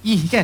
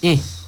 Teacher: Hamzah berbaris bawah bunyi I. I jumpa ha bunyi ih. Maksudnya dia tak bunyi eh. · Shown in: first take